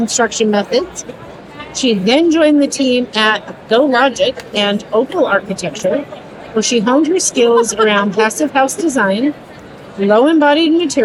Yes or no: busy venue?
yes